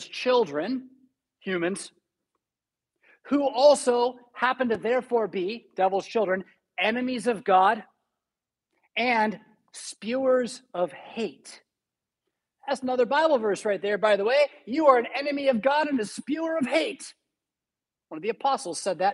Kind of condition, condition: setting, large echoing room